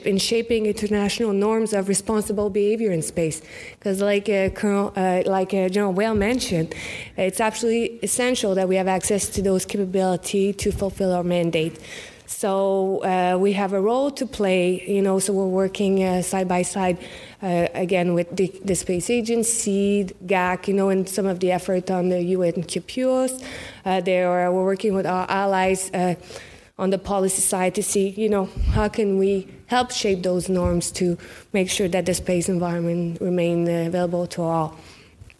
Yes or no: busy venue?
yes